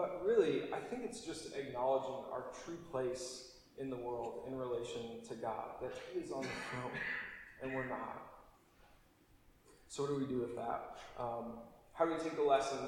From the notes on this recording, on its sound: apologies for poorer recording quality this week!